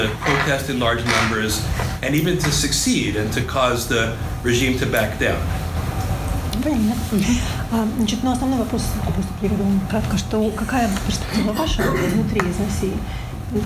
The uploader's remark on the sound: This talk took place on October 21, 2019 at the University of Washington's Henry M.